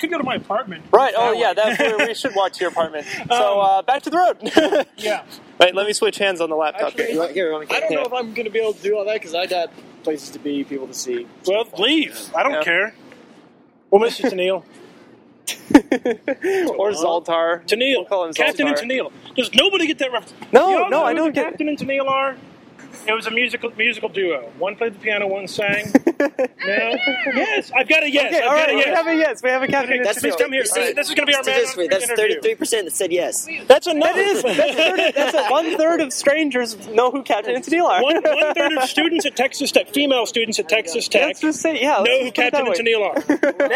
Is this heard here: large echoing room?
no